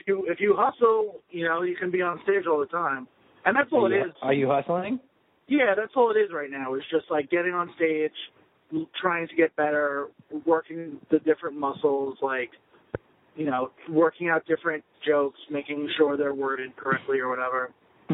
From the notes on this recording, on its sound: talked on the phone with me while I navigated the highways & byways of Long Island